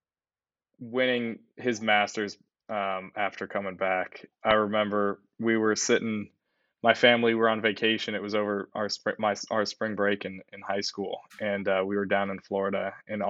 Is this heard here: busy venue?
no